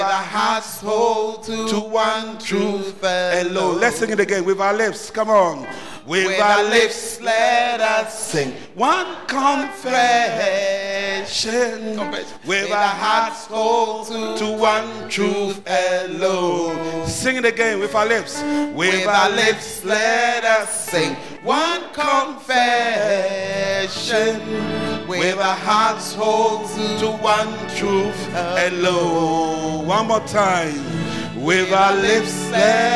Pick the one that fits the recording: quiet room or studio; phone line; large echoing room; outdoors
large echoing room